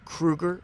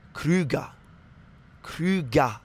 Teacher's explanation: the ER, you don't really pronounce it, so it's Krüger. · Shown in: second take